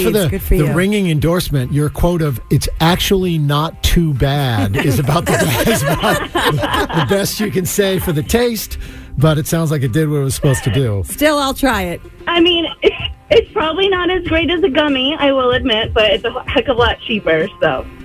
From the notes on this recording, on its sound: One of our MAGIC listeners called